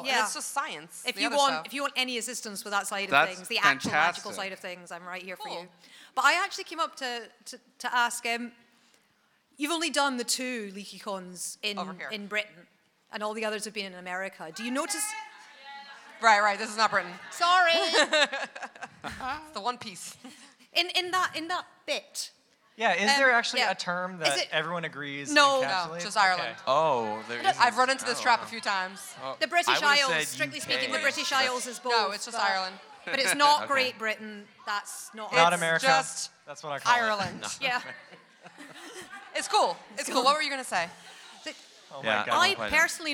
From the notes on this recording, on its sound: Our live PotterCast from LeakyCon 2017! We recount the amazing weekend we had in Dublin hanging with hundreds of Harry Potter fans.